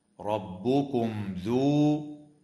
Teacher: وتظهر الميم الساكنة عند الذال